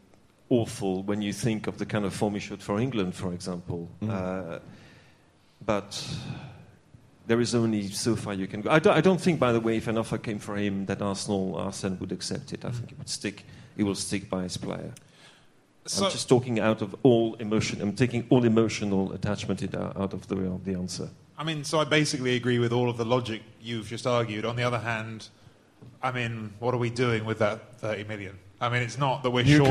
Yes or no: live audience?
yes